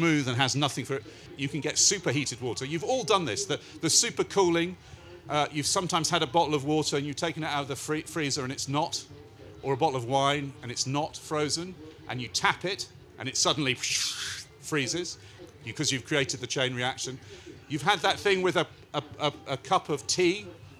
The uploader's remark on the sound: Recorded live at Wilderness Festival.